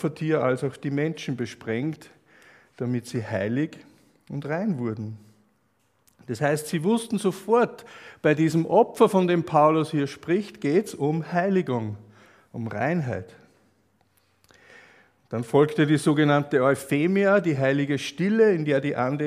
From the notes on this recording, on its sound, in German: Aufnahme einer Freizeit von 2017.